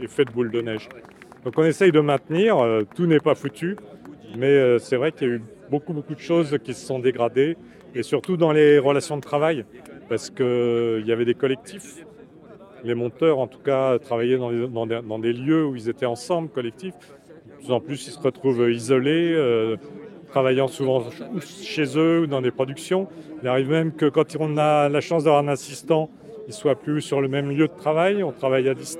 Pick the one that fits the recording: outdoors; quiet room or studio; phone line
outdoors